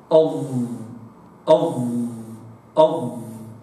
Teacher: خارج يعني حدود الأسنان. أظ، واستشعر أقصى لسان وسطه مستعليان، لأن الظاء مطبقة، الوسط الأقصى والوسط مستعليان في الحنك الأعلى.